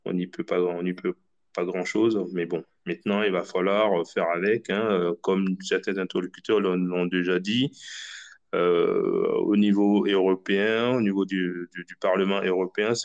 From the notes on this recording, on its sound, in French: Nous vous expliquons tout en grand débat ici. Vous êtes plus de 200-300 en live et plus de 25 personnes ont parlé.